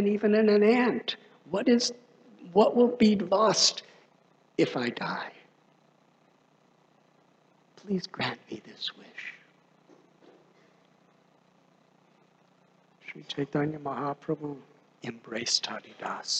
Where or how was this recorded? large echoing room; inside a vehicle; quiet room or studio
large echoing room